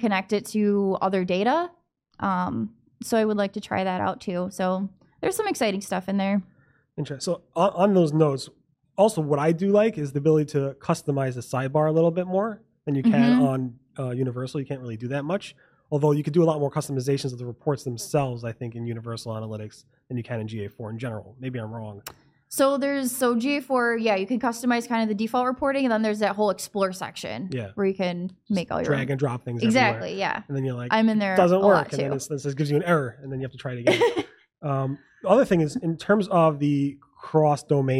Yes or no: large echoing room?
no